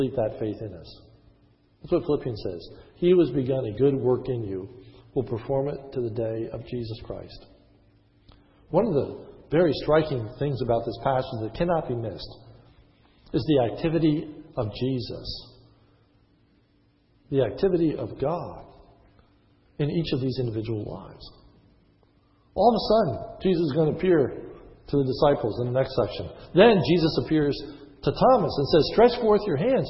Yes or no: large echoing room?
yes